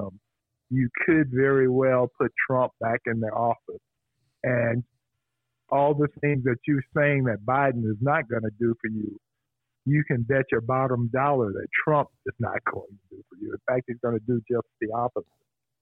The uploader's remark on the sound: joins us by phone